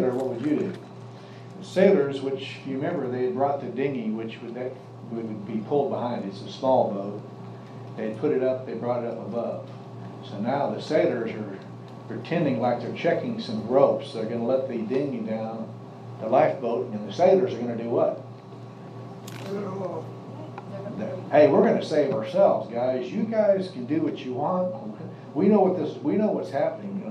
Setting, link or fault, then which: setting, live audience